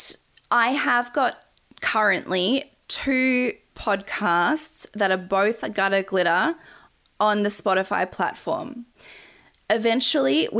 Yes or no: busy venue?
no